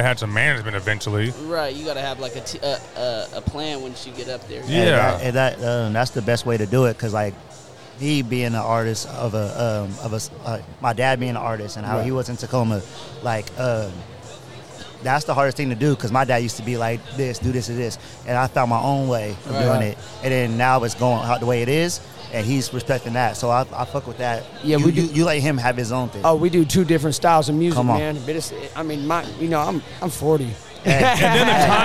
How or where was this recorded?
busy venue